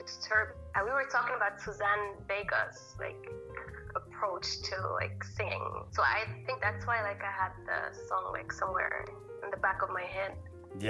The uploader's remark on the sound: joined us on the phone from Bern, Switzerland